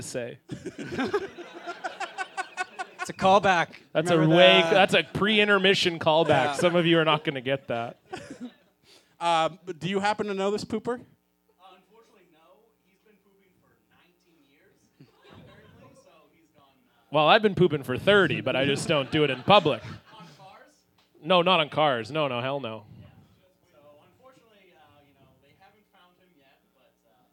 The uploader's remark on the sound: Recorded live at Little Mountain Gallery in Vancouver, BC. Go live in front of an audience.